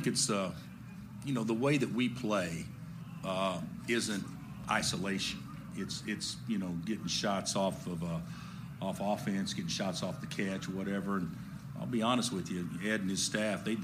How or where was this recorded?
busy venue